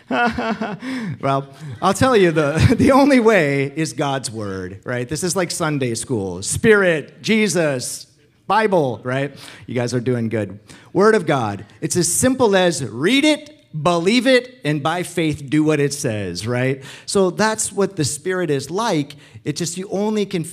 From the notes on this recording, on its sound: Recorded sunday evening service at Reunion Hawaii 11-26-2023.